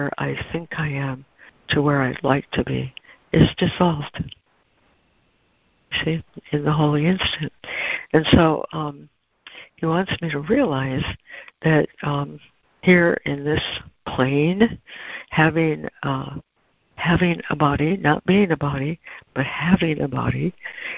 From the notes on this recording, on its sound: ACIM Daily Conference Call.